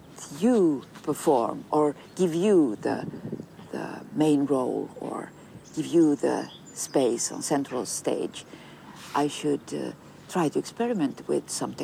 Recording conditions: outdoors